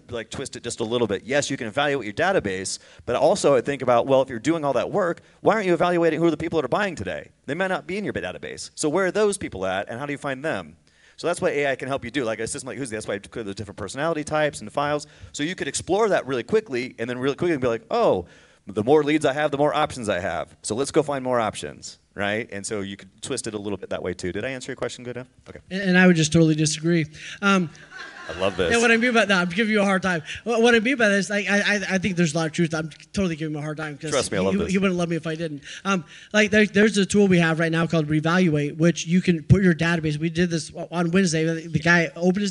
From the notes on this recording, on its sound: Full panel discussion from the KFAI 2023 event.